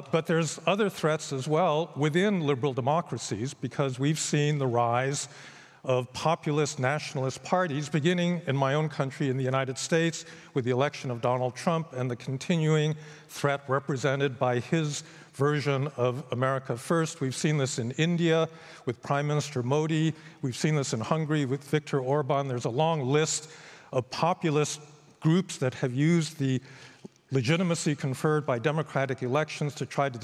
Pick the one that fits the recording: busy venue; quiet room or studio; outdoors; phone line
busy venue